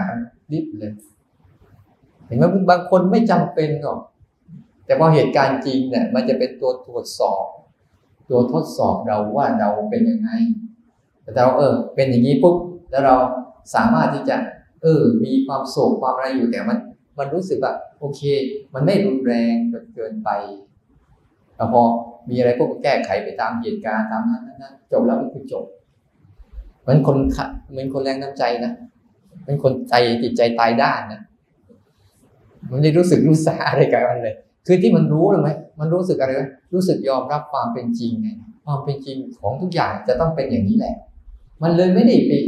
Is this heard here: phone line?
no